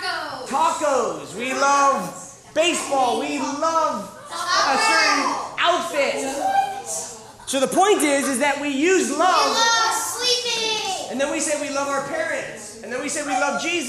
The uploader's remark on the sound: Live Sessions from Camp R.A.W. This was originally recorded live at The School of Warrior Arts annual Camp R.A.W.